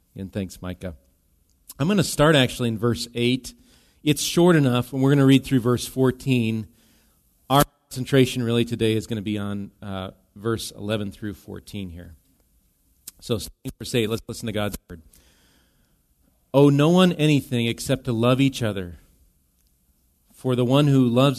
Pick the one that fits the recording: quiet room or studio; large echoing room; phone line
large echoing room